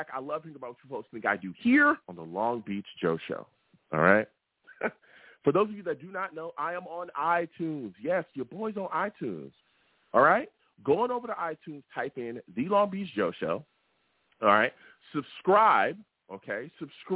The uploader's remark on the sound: I take live callers!